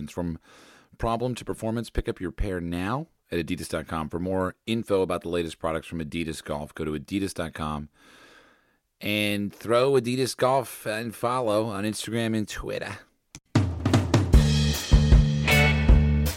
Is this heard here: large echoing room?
no